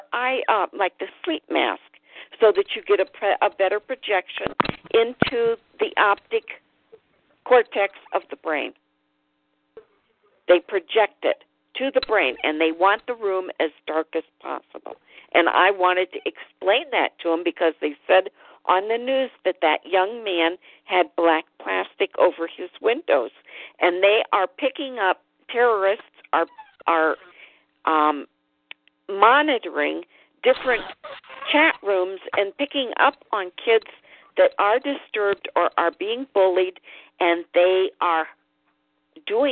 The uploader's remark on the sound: FFCHT Conference Call